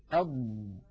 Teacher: لما نقول أضم تلتصق كل هذه المنطقة كلها على غار الحنك الأعلى، فينحبس الهواء خلفها، فبهذا الانحباس يحدث هنا ضغط.